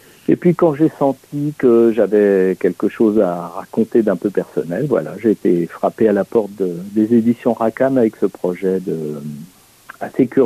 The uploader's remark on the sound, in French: Reçoit par téléphone le dessinateur.